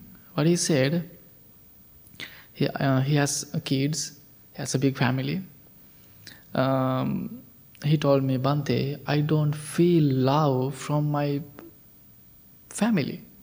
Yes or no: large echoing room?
yes